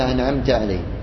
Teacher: أنعمت تبين النون من دون قلقلة